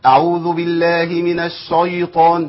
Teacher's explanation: اول حرف يقابلني في الاستعاذه الطاء مفخمه